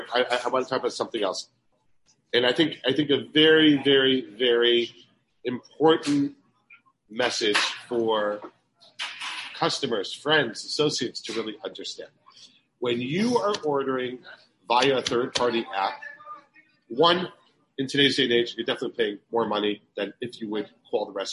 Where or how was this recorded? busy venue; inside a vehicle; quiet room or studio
busy venue